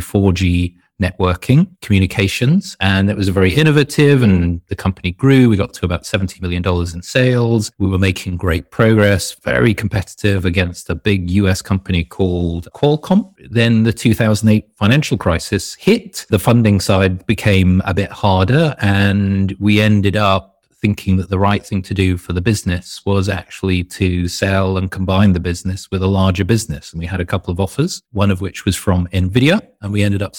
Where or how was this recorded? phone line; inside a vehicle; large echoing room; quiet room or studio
quiet room or studio